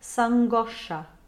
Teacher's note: Here we have si angoscia, which is connected with an apostrophe, so we lose the I.